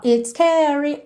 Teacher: It's termina em S, scary começa em S, você junta no S só.